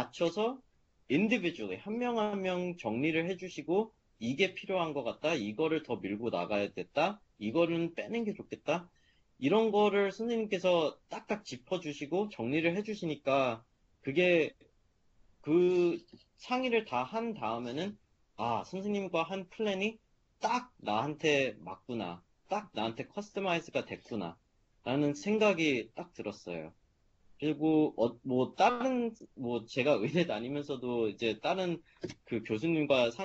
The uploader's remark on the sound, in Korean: Skype세미나에 참여한 하버드 의대 3학년생.